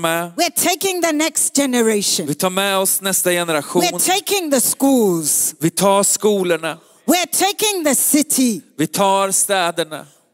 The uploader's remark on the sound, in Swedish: Söndagsgudstjänst ｜ IBC Conference ｜ Citykyrkan Stockholm